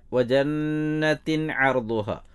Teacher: ജന്നത്തിൻ്റെ നൂനിന് ഷദ്ദുണ്ട്, ഗുന്നത്തോടെ അവിടെ ഓതണം